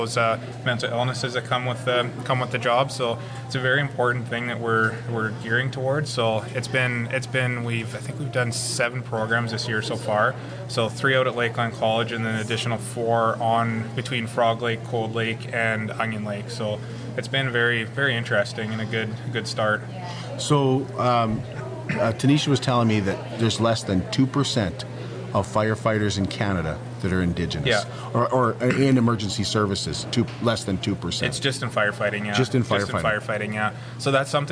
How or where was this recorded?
busy venue